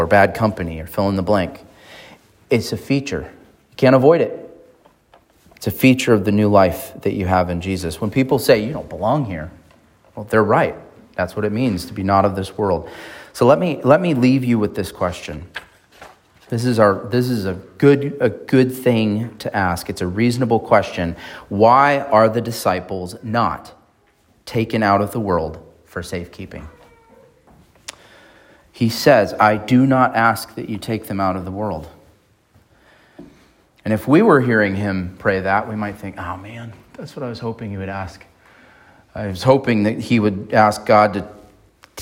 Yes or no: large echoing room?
yes